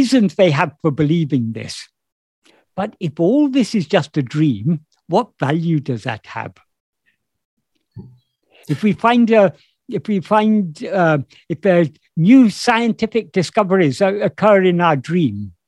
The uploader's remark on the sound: In a Zoom meeting.